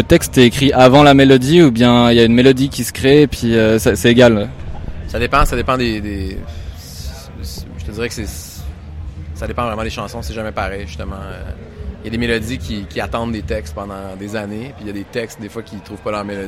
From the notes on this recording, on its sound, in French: depuis le Paléo Festival